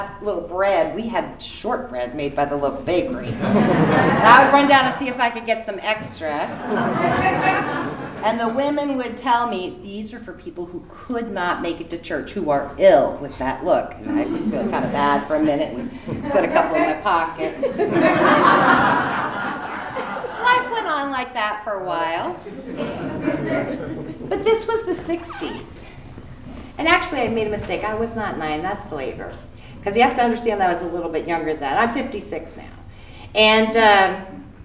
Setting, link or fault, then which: setting, live audience